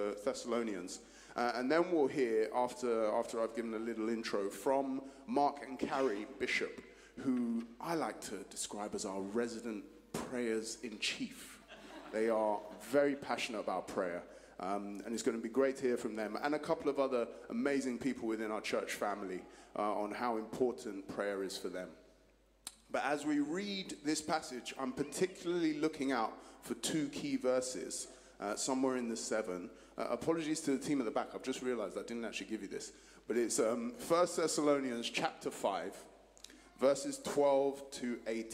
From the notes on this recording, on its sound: Streamed live at St Paul's Shadwell on Sunday, 12 November 2023.